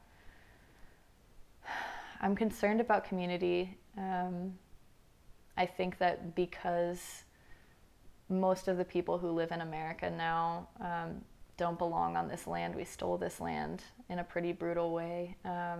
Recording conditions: sounds in the background